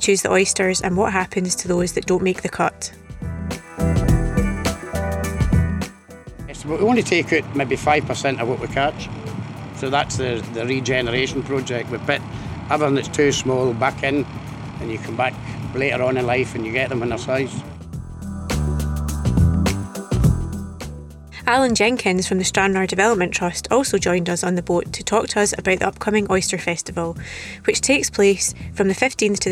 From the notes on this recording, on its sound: The team sailed out into Loch Ryan. Joined the team on the boat to talk to us.